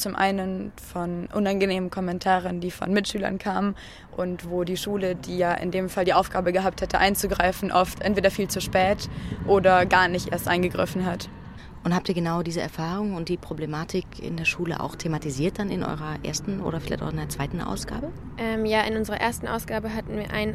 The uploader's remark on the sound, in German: im Interview auf dem Feminist Futures Festival